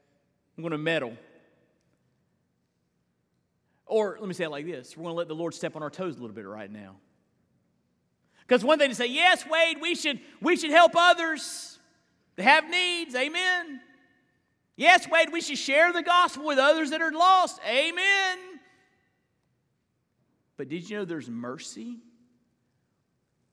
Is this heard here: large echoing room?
yes